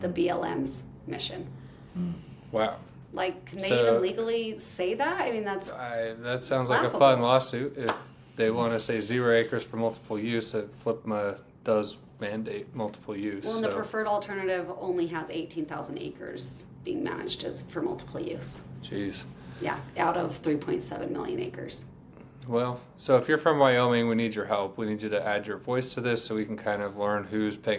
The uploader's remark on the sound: In Rock Springs, Wyoming. This episode was recorded at the Stop 30x30 Conference hosted by American Stewards for Liberty.